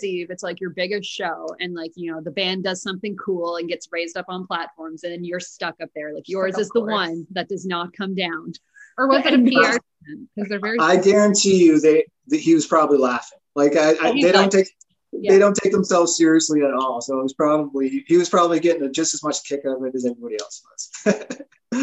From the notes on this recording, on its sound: joins us via zoom